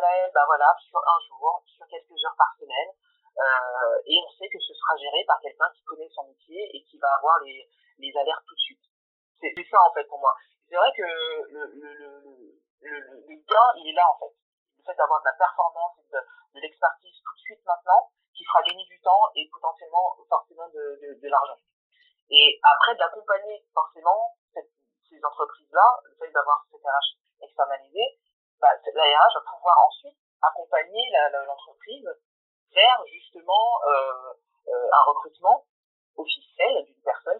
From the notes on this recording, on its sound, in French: Je m'excuse pour la qualité audio de cet épisode, qui n'est clairement pas au rendez vous, j'ai essayé d'améliorer le plus de choses possible au montage mais cela était impossible de supprimer tous les bruits parasites sans abimer trop l'enregistrement.